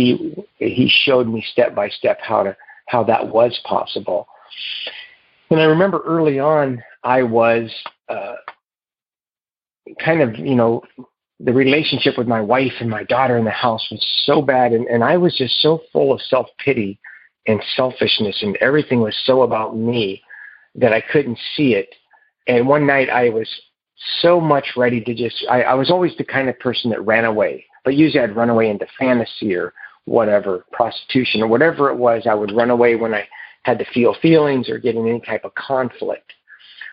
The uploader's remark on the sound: Noon Phone Speaker Meeting